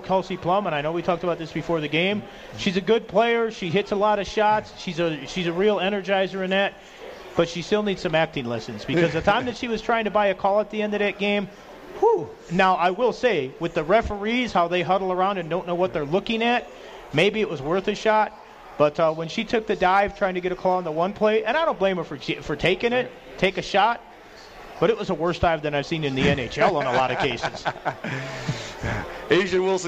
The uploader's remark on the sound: we are back live from The Cosmopolitan of Las Vegas